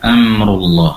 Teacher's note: pastikan di sini durasi penempelan kedua bibir lebih lama karena berasal dari kedua bibir, yaitu huruf Mim. Jangan sampai terdengar seakan ada pantulan Am, Am, nah, seperti itu.